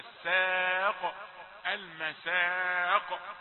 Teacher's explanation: بس خد بالك ان القاف اللي بتقف عليها دي قافات مقلقلة. الساق حرف من حروف قطب جد، ويأتي ساكنا سواء في وسط الكلمة أو في آخرها يكون فيه قلقلة.